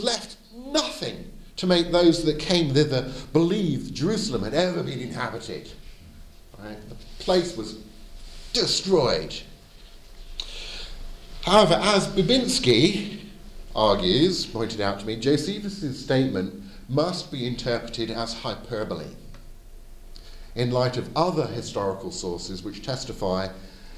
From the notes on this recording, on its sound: Edited audio of my talk at the Advanced Apologetics Network at the 2022 European Leadership Forum in Poland